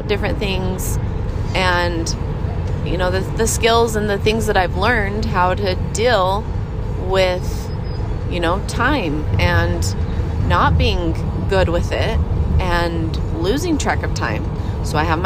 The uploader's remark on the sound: in the car with my kids